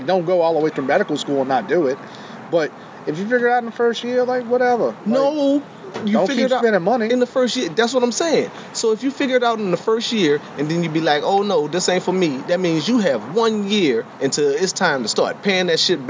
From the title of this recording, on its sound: Live From Bayou Hot Wings